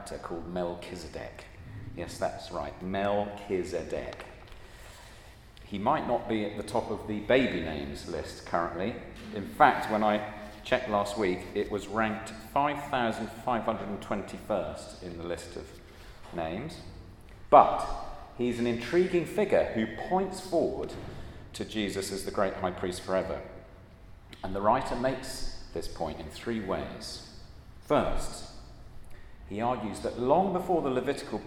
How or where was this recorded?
large echoing room